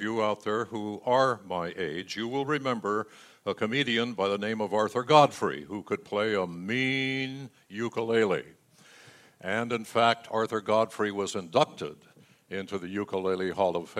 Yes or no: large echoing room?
yes